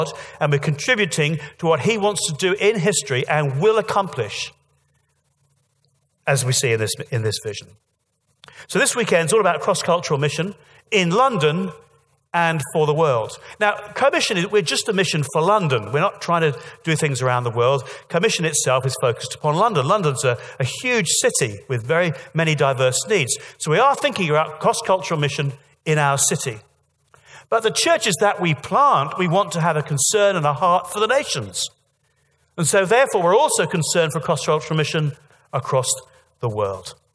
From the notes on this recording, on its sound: This week we are kicking off with the main session talks from REVIVE 2018, Co-Mission's Annual Bible Festival.